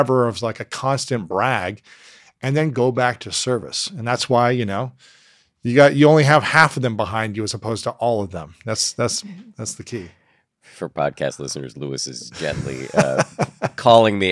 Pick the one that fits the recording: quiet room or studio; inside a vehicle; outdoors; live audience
quiet room or studio